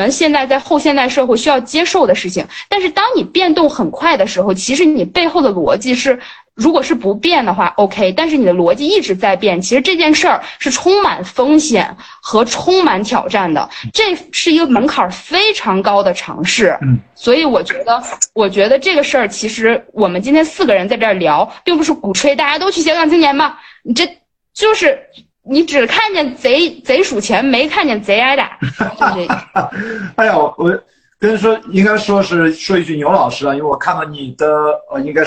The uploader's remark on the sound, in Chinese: 本期内容因为是在知乎平台上的连线直播，所以音质跟平时录音机录制相比有明显下降。